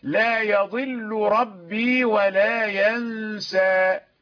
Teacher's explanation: لام لا يضل والراء في ربي متقاربة لكنهما لا يدغمان